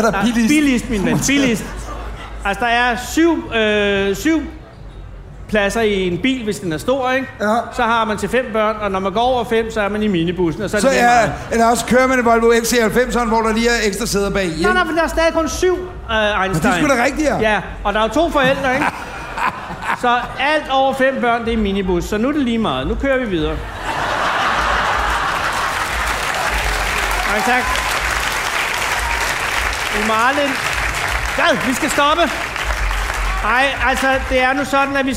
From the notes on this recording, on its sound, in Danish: Optaget foran 80.000 feststemte mennesker på Smukfest i Skanderborg.